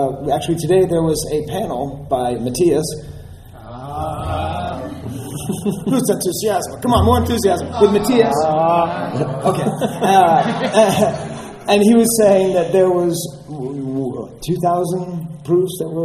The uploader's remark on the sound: Live from Celebration Anaheim. The second issue of our audio magazine to be written and recorded at Celebration Anaheim.